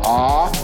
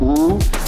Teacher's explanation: When you pronounce Om, it starts in the back of the mouth, ah, and then the sound mass fills the mouth, ooh, and then it closes at the lips, mm.